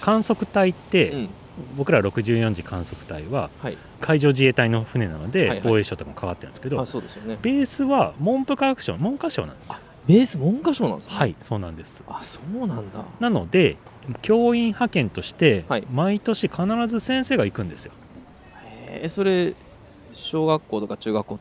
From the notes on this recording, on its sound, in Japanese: 春の日差しが暖かな公園での収録も後編です。